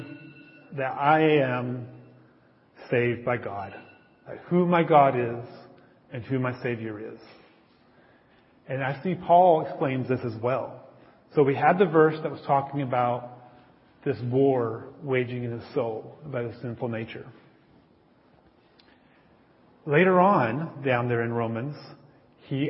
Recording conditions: large echoing room